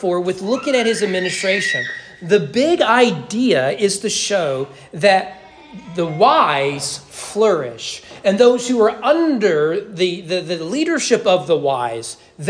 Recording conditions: large echoing room